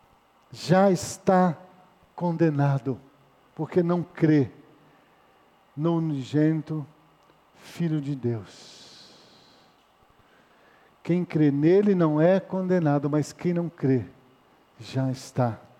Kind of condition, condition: setting, large echoing room